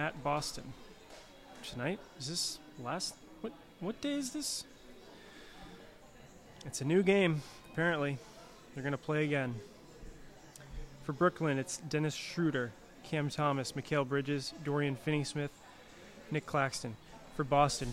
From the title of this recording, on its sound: Live from Dimond Slice